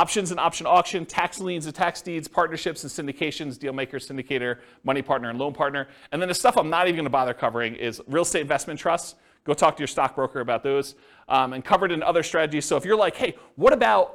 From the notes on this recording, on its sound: This was a live class recorded